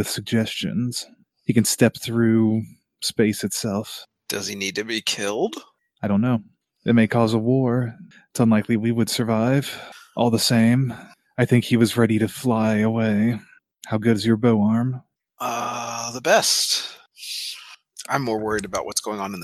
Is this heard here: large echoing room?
no